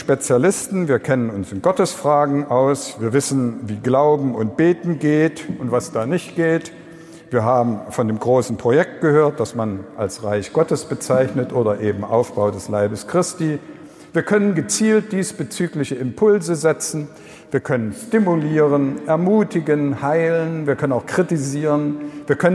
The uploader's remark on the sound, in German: Eröffnungsvortrag bei der kirchlichen Fachmesse und Ideenbörse " die pastorale " in Magdeburg. Wir danken dem Offenen Kanal Magdeburg für die Bereitstellung der Aufnahme!